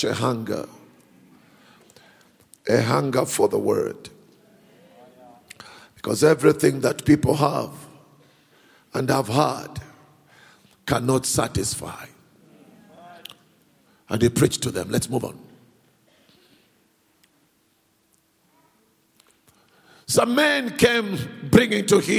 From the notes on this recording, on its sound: preached at Grace Bible Church Pimville at the 9am service on the 14th of August 2022